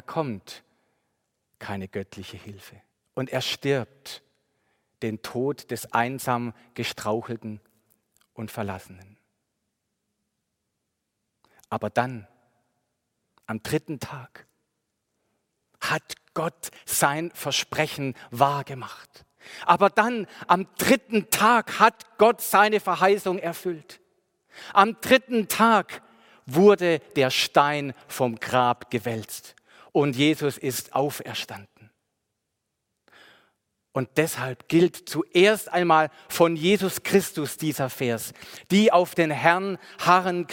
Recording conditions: large echoing room